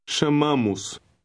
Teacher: Look at word 7. The O in the OS ending also has a short U sound.